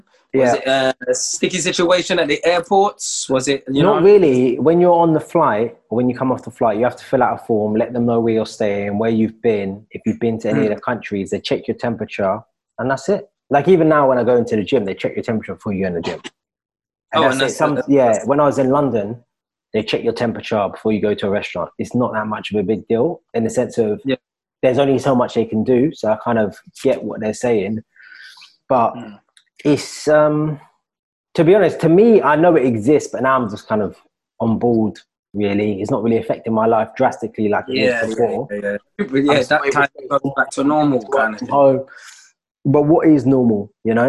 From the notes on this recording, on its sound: Filmed over Zoom